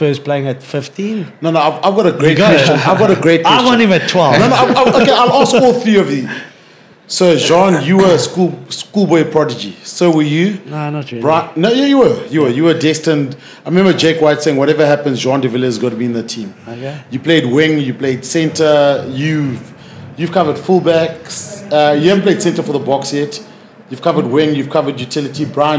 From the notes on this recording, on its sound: We're back live from the Cape Town 7s.